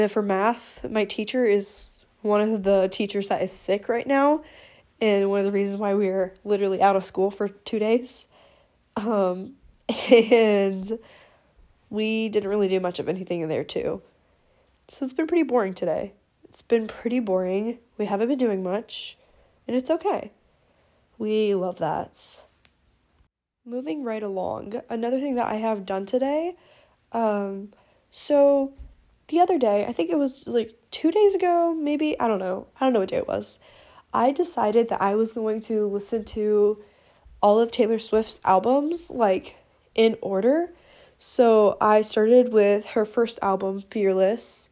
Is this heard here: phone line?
no